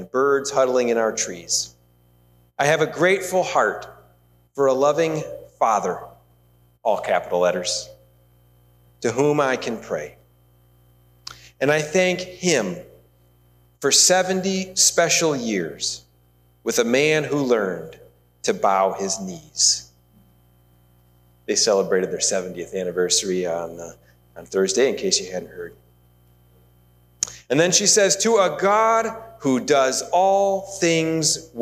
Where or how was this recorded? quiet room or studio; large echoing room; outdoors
large echoing room